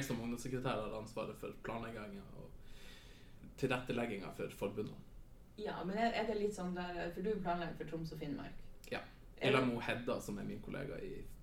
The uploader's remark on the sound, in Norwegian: Episoden er fylt med dårlig lyd, ekko og masse god stemning.